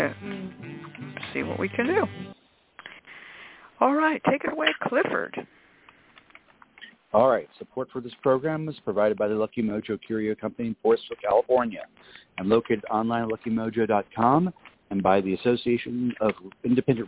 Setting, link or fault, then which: link, phone line